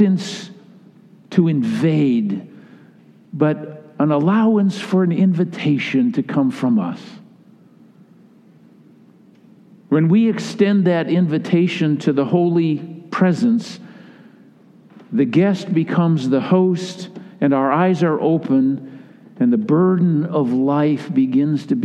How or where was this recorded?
large echoing room